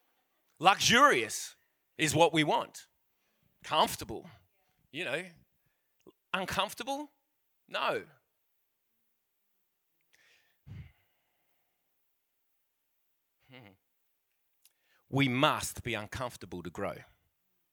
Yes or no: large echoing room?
yes